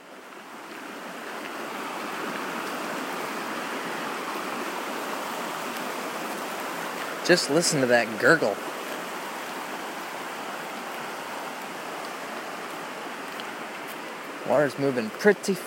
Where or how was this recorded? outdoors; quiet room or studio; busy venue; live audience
outdoors